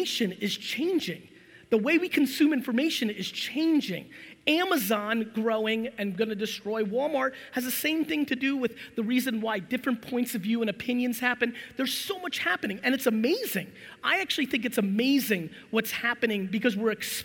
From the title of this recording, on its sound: A FIRE Keynote in Orlando, Florida